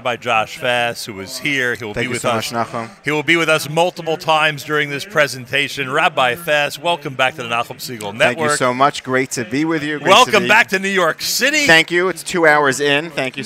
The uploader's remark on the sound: Broadcasts live from the Nefesh B'Nefesh Aliyah Mega Event at the Crowne Plaza Times Square in New York City.